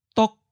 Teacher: Eighth tone, high stop.